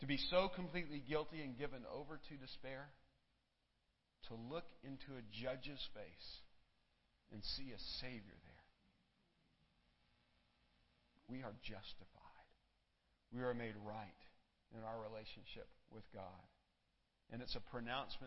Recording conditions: large echoing room